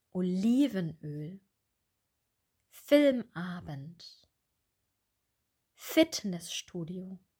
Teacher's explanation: Vorsicht bei Komposita, bei zusammengesetzten Nomen. Wir betonen hier meistens die erste Silbe.